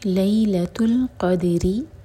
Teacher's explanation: कॉफ heavy और हलक से निकालेंगे, और दाल पर सुकून है तो दाल पर कलकला, रॉ के नीचे कसरा तो रॉ बारीक. ज़बान की सिर्फ टिप यूज़ करेंगे.